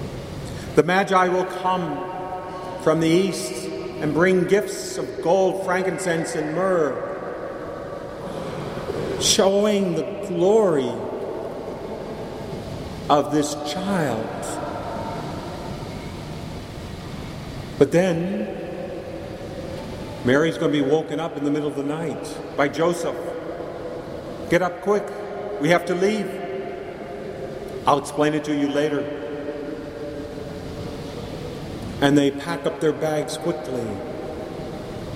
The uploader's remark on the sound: Mary of the Angels Church in Chicago, IL. Please note that this homily was recorded in the church during Mass.